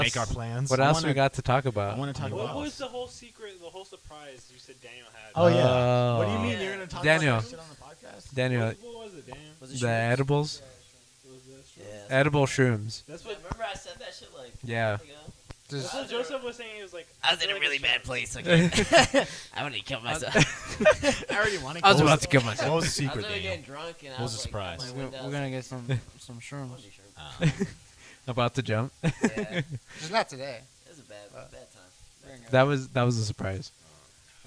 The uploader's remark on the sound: constantly remind each other to speak into the mic